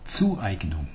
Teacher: So the emphasis on the zu, on the first syllable.